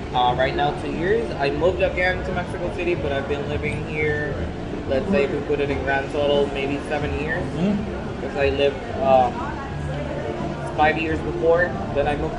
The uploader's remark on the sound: We were in Puerto Vallarta, Mexico for this week's podcast taking in all the sights and sounds of Day of the Dead.